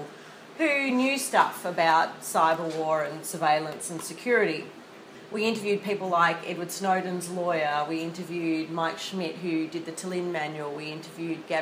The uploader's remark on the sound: This is a recording of a presentation at the 2016 Australasian Law Teachers Association Conference in Wellington, New Zealand.